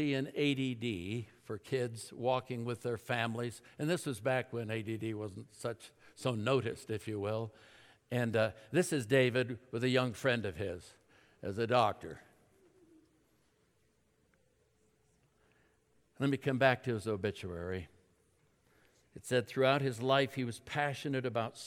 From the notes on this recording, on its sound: At Timberline Church. Live.